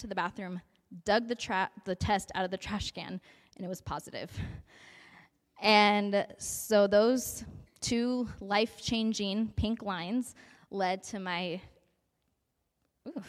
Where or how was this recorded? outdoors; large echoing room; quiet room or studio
large echoing room